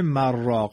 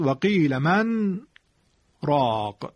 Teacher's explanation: این سکت میدن و من رو در راق ادغام نمی کنند · Shown in: second take